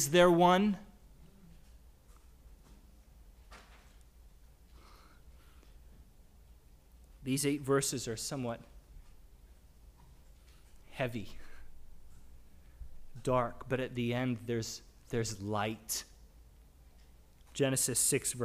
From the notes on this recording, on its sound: Sermonn audio from the LBC worship service on Sunday, June 5, 2022.